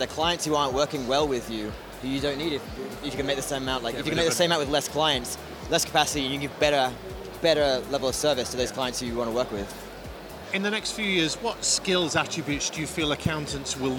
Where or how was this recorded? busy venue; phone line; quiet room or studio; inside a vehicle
busy venue